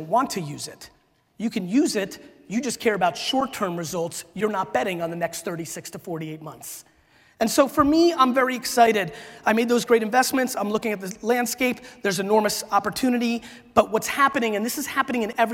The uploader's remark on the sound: A Keynote: SALT Conference 2017